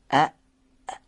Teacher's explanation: وقتی میخوایم همزه رو بگیم تارهای صوتی بسته میشه، هوا پشت تارهای صوتی متراکم میشه، جمع میشه، و وقتی که تارهای صوتی باز میشه حرف همزه به صورت ناگهانی و انفجاری خارج میشه. دقت کنید، حرف همزه رو من سکون بهش میدم، البته دو تا همزه رو مجبورم پشت سر هم بیارم، اولی رو با فتحه میخونم، دومی رو با سکون.